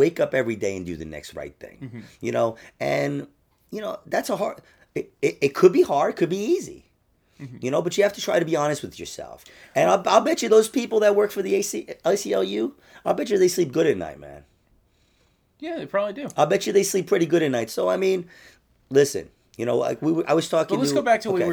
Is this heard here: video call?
no